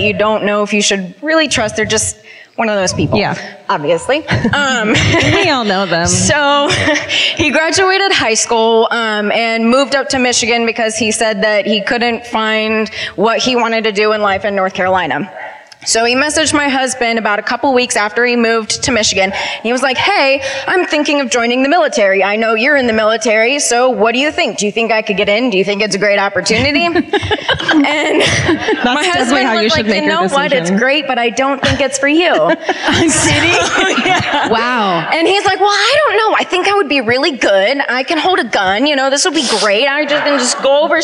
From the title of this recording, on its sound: Live at the Belk Theater in Charlotte